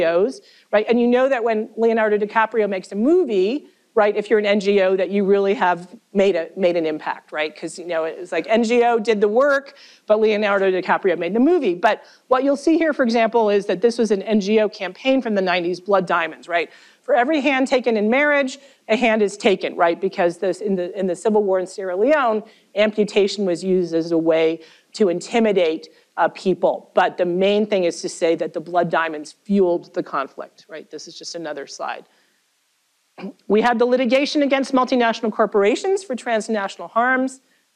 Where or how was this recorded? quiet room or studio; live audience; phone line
live audience